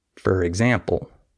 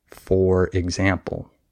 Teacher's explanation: the word F-O-R is usually not stressed in English. So we don't pronounce that as four. We say fur, right? · Shown in: first take · I say, for example. · Term: reduced